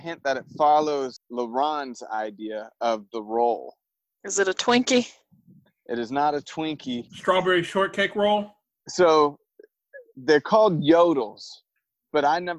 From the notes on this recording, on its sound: It was also recorded completely on the fly and without preparation at all. A lot of audio issues.